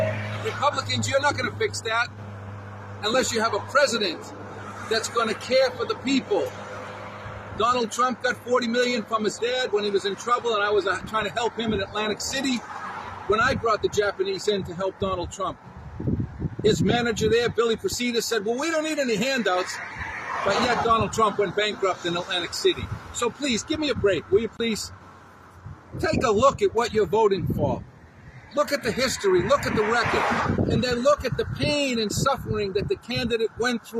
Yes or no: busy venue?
yes